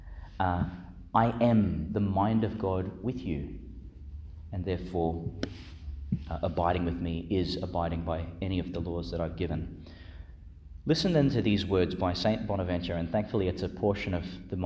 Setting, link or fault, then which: setting, large echoing room